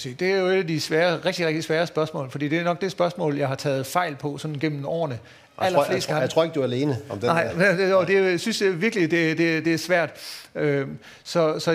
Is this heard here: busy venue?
yes